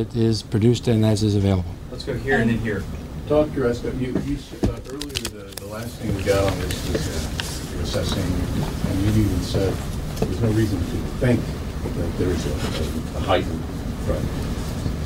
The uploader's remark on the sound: full press conference